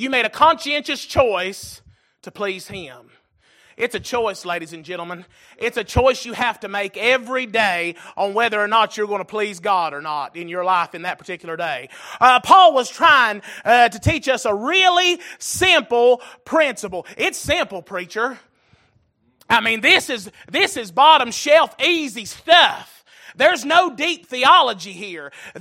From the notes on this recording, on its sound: Recorded January 22, 2023 - Sunday Evening Service